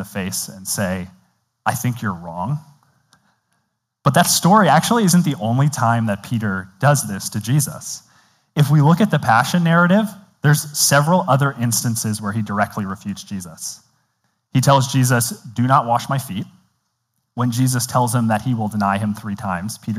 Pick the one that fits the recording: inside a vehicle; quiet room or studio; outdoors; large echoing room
large echoing room